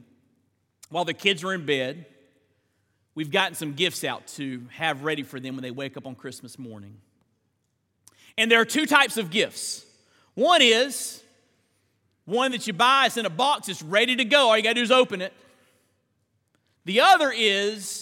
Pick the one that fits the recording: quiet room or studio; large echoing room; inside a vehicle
large echoing room